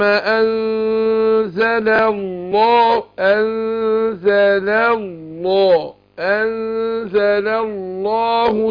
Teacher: فانا عندي لا اللام انزل وبعدها لام لفظ الجلاله مفخمه، عشان ايه؟ اللام مفتوحه قبلها يبقى نفخمها. يبقى عايز افصل بقى ايه ببراعه كده القارئ وهو بيوصل بين الحروف، ان هو يفصل بين اللام المرققه واللام المفخمه.